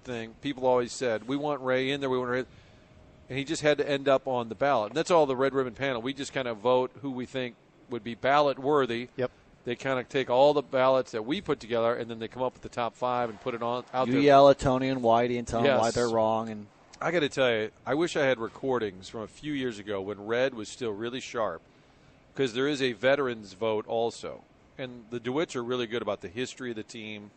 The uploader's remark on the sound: broadcasting live from Schnucks in O'Fallon